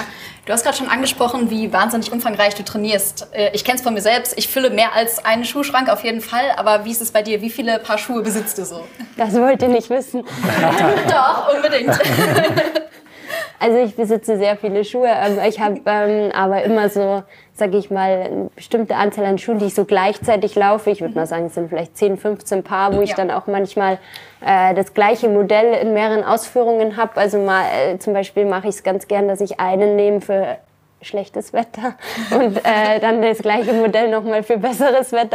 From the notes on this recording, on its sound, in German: Sprechen wir live aus dem Laufshop Leder in Frankfurt am Main. Das Livepublikum im Laufshop Leder in Frankfurt.